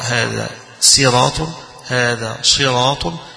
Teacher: ولا يبدو على الصاد هنا التفخيم لأنها ليست لا هي مضمومة ولا هي مفتوحة ولكنها مكسورة